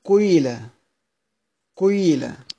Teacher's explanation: بقرأ حركة القاف بقرأها بحركة مركبة من حركتين، الضمة والكسرة · وكيفية النطق بتاعها انني بأضم الشفتين الاول، اضم عند النطق، اضم الشفتين كأني هنطق ضمة، وبعد كده ارجع بالكسرة، نعم، هي كل الكلمات دي، بس احنا دايما بنشرح على الآيات الموجودة معنا: قيل وغيض وجيء وسيئة. · Term: الاشمام، بالاشمام